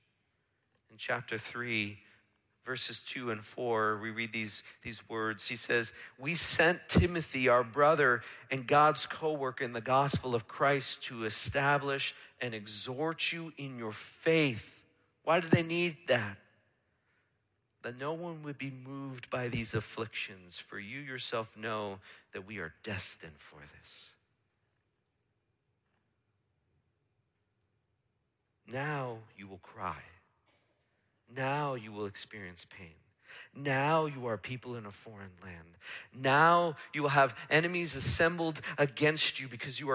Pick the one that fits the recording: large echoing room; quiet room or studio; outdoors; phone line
large echoing room